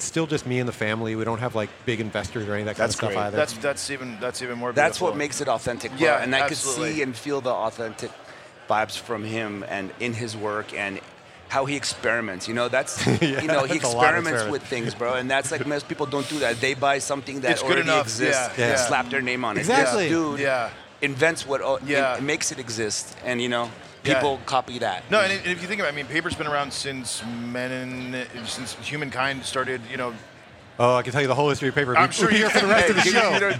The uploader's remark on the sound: Recorded at MJBizCon 2023